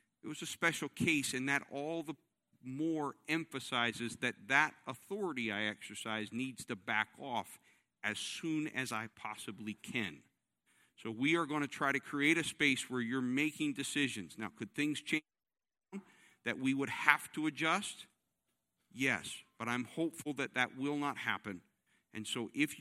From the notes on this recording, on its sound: This service was recorded live on Sunday, August 1st, 2021 at Newark United Pentecostal Church.